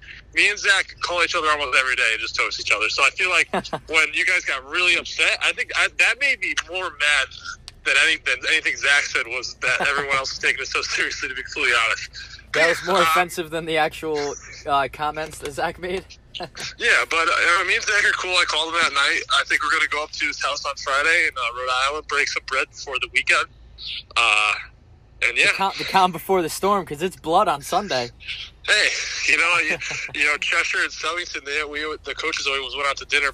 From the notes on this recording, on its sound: captain phones in for chat